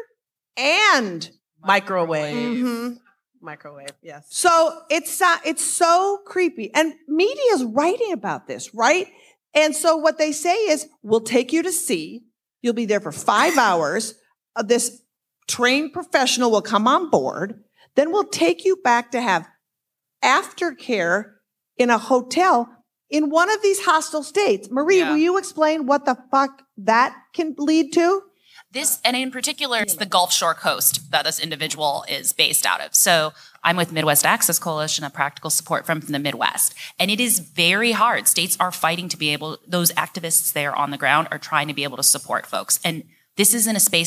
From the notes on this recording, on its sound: From Netroots Nation in Pittsburgh this week, with a whole entire live audience, too!